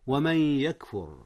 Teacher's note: أدغمت النون، نون من في ياء يكفر، إدغام بغنة. والإدغام بغنة 50% للمدغم و50% للمدغم فيه.